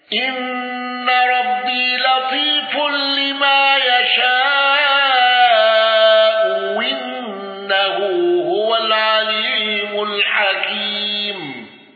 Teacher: بقصر المنفصل وإبدال الهمز والنقل وتسهيل الهمز الثانية